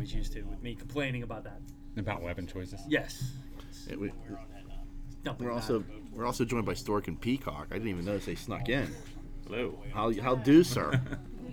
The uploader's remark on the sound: This week we are recording on location at The Nerd Korner, We are joined by many of the superfans